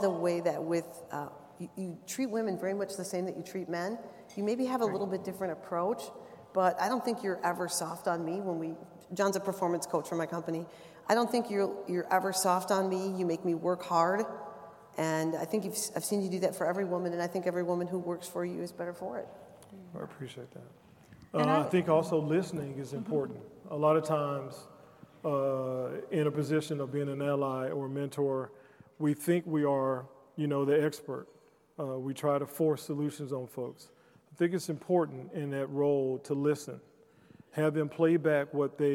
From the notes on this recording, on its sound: LIVE EPISODE! Moderated a panel LIVE at Rockwell Automation's Automation Fair.